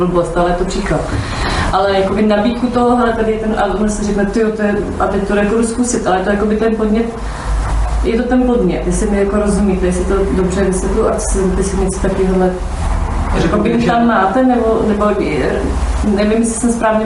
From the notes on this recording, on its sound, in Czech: jsme vystoupili v Ústí nad Labem; publikum bylo dost netypické